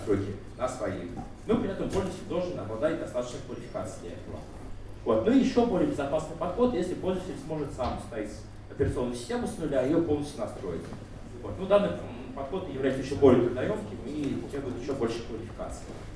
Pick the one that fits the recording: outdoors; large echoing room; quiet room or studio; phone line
large echoing room